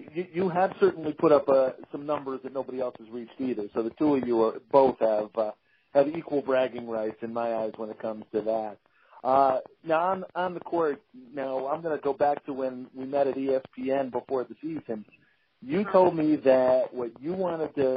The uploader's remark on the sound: You can hear the voice inflection, the background conversation and anything else to help frame the context of the interview. On the phone with Dishin & Swishin.